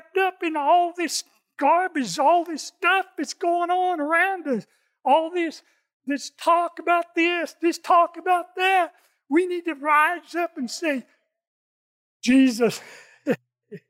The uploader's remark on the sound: In this message from our Sunday service. Recorded from South Gate Fellowship in Duncanville, TX.